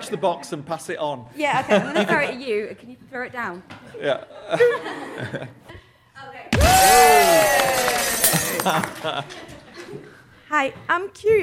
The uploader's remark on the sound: Recorded in front of a live audience at LILAC 2023.